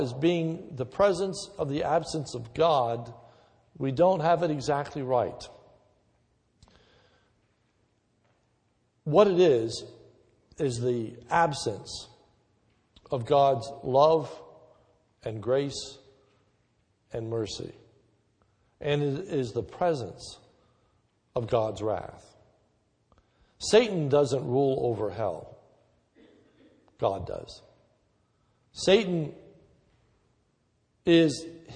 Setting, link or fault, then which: setting, large echoing room